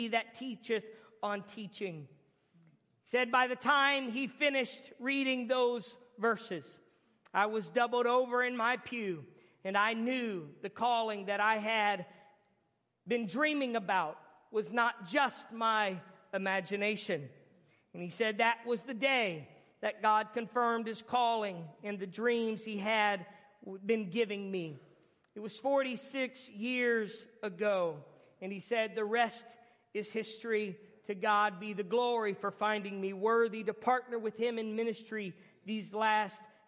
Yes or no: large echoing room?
yes